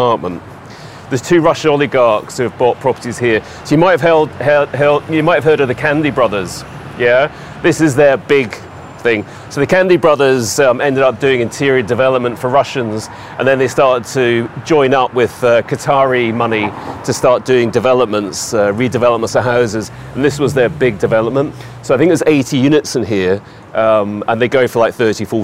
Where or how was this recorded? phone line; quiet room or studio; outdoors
outdoors